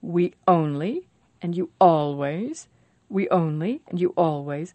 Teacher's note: Sometimes native speakers separate the vowels with a glottal stop. Sometimes we say we only and you always, we only and you always, but usually we don't.